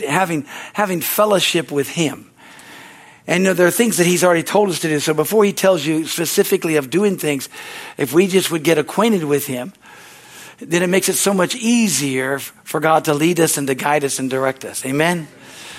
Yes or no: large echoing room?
yes